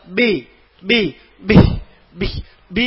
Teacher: പറയുമ്പോ മജ്ഹൂറത്തുമാണ്, അതുപോലെ തന്നെ ഷദീദത്തും ശബ്ദവും കാറ്റും ബ്ലോക്കാ. അപ്പോ അത് ഉച്ചരിക്കുമ്പോ ബി അവന്റെ സ്പീഡിൽ പോണം, ബി അവനെ മുറുക്കാൻ നിൽക്കരുത്.